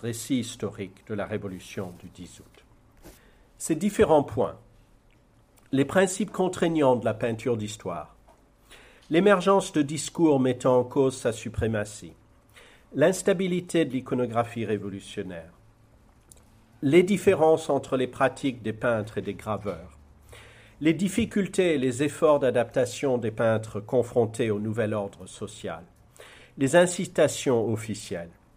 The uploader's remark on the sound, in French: l’invité à l’ENS de Lyon pour cette conférence